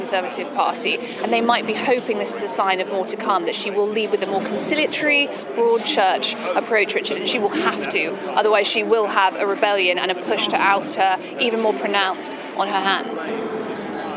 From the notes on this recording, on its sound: Today's action-packed show comes to you live from the International Monetary Fund meeting in New York.